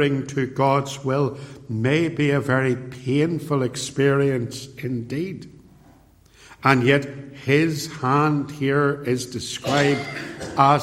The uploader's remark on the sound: preached at Templepatrick Reformed Church